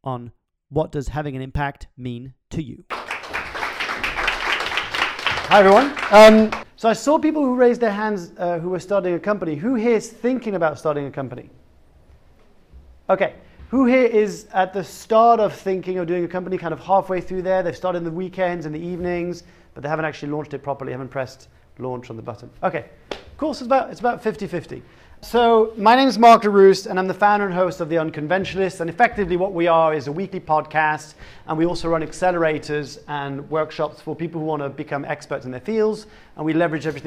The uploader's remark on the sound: live talk from Google Campus x General Assembly